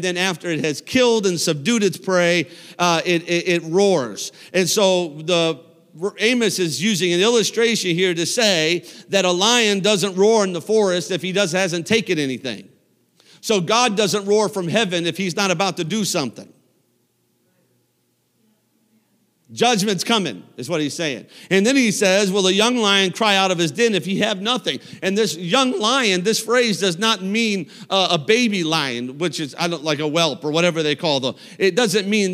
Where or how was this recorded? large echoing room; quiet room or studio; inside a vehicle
large echoing room